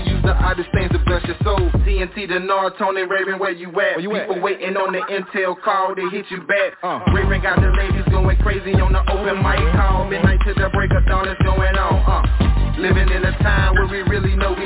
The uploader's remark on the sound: TNTSuperfantastic Conference Call